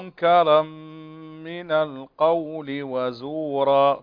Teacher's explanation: تنوين وبعده ميم والميم مشددة هنا فغنى